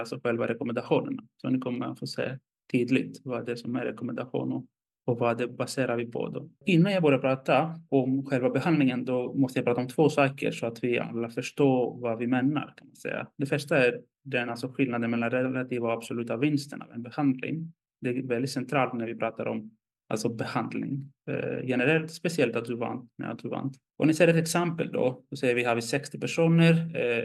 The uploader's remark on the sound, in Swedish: Ljudinspelningen från SOFs webbinarium Bröstcancer – smärtbehandling.